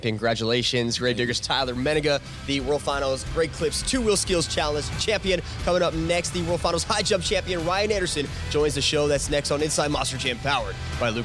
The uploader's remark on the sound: on location in Nashville at the Wildhorse Saloon